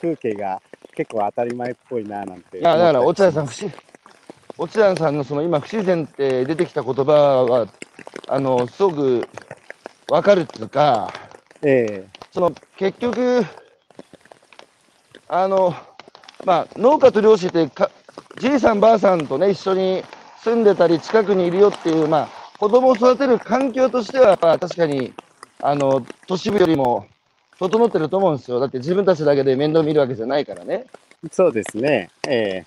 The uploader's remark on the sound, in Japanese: 歩きながら1時間、対談する